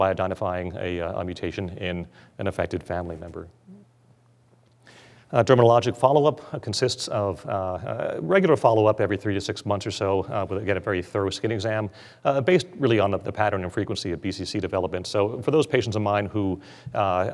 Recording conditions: live audience